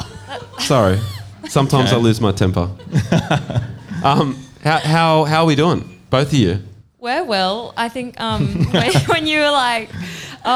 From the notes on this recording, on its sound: Live at Lulie. This week we're live in Naarm.